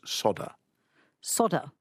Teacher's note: if you're doing plumbing and you're in America, you need to know that solder is sodder. Sodder. They leave out the L.